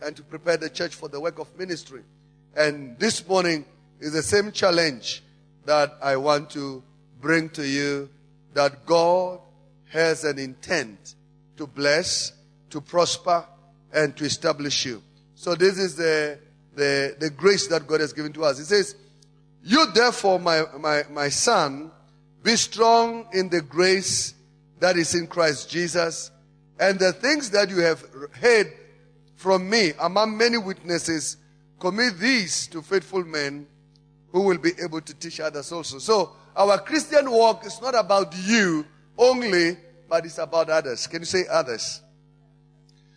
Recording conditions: large echoing room